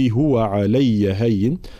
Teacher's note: بيان تشديد الياء سواء في كلمة علي أو في كلمة هين